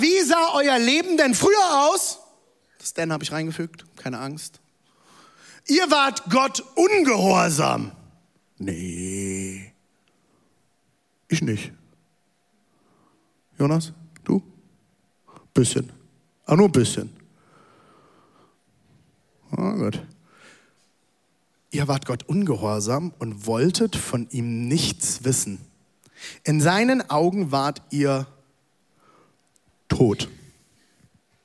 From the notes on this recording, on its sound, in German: Audiomitschnitt der Predigt